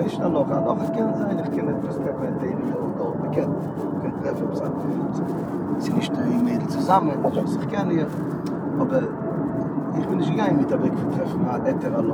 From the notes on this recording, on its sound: On The Way From JFK To Stony Point